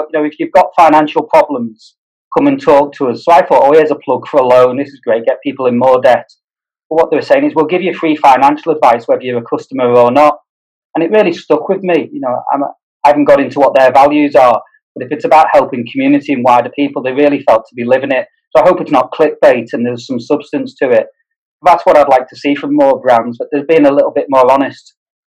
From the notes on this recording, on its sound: This podcast was recorded via Zoom.